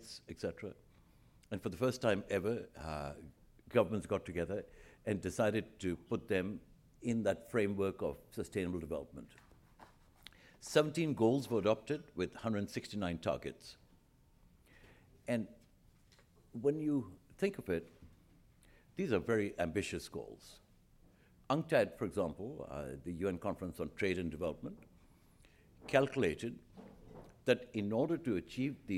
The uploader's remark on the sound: At the Council of American Ambassadors' Fall Conference, Potpourri of Diplomacy